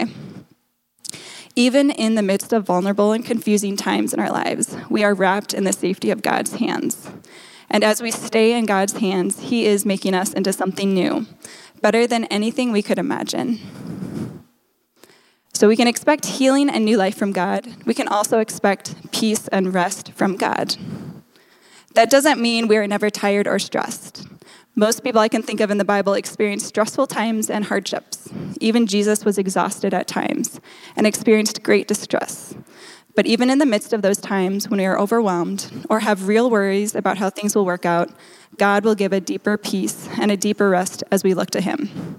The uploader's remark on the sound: Delivered live, at Capital City Church in St. Paul, MN.